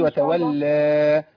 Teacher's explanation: تاخدي بالك من المد الطبيعي عند الوقف عليه، بتزوديه شوية، بتقولي وتولى هو وتولى بس.